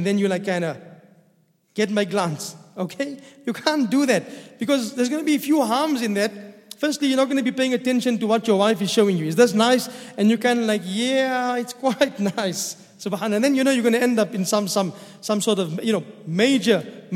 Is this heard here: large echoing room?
yes